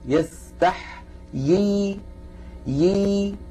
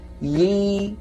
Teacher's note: الياء الأولى مكسورة والياء الثانية ساكنة